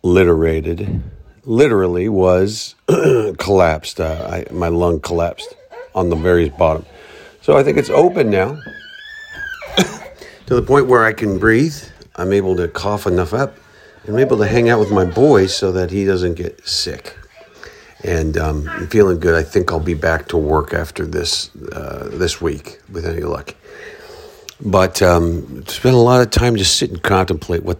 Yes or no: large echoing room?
no